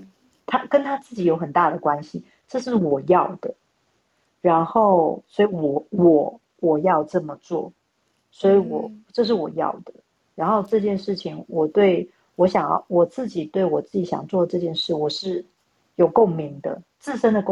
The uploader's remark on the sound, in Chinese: 此音檔是由club house直播中錄製的。故音質無法與專業麥克風及錄音室錄製比較。所有音檔都已盡最大能力去調整。